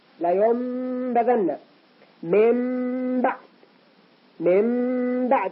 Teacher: أنه تقلب النون الساكنة أو التنوين ميما خالصا · Term: إقلاب